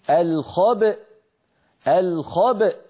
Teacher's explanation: لأن في أصل الكلمة همزة متحركة في الوصل، لما وقفنا عليها سكنت الهمزة فلا بد من نطقها، فنقول الخبأ الخبأ، هنا نخرج الباء المقلقلة بالتباعد بين طرفي عضو النطق بين الشفتين يعني، ونجعل الوترين الصوتيين في الحنجرة ينضمان ويصطدما حتى تخرج الهمزة الساكنة التي هي في الوصل همزة مفتوحة الخبأ.